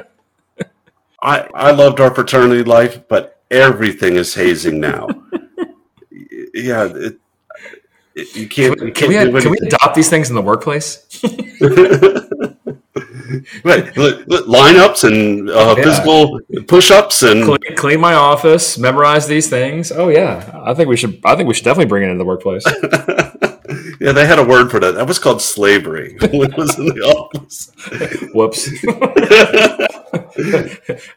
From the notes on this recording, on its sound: Sorry about the audio quality in this episode